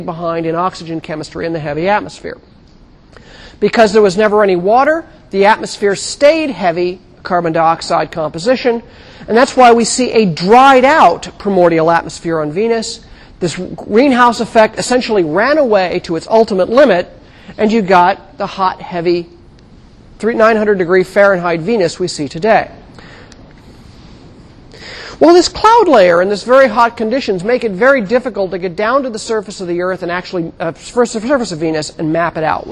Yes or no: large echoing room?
yes